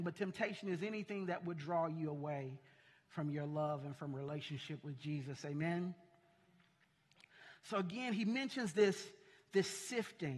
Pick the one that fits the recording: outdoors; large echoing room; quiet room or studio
large echoing room